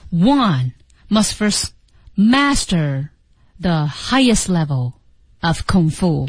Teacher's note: must first 这两个音呢、啊、都被压缩了，却把关键词保留住了